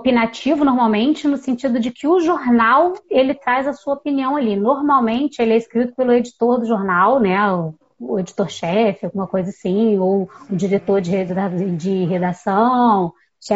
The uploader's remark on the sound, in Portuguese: no formato de live no instagram no dia 24 de setembro de 2020